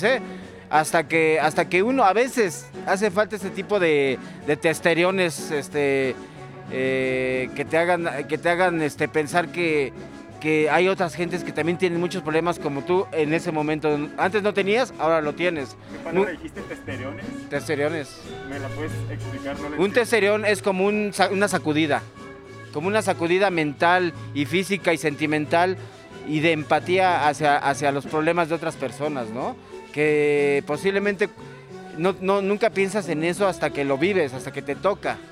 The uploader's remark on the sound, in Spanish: fueron grabadas el 29 de Octubre de 2020 a las afueras del Café Trevi